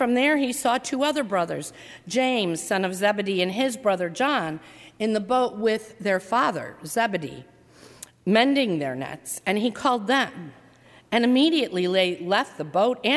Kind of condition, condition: setting, large echoing room